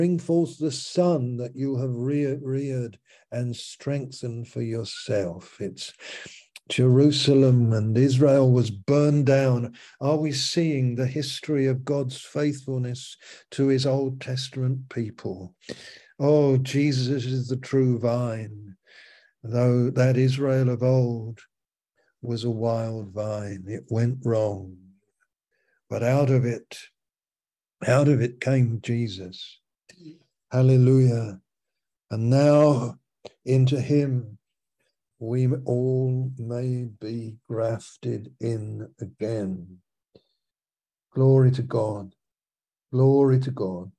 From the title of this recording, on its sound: Malaysia Meets (Zoom)